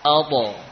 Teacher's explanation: Untuk huruf ta dan qaf, ya, karena huruf ta dan qaf ini punya sifat isti'la, maka suara e-nya beda sedikit, ya, yakni agak tebal, ya. Contohnya huruf ta, ato, ya, bukan ate, namun yakni suaranya terangkat, ato.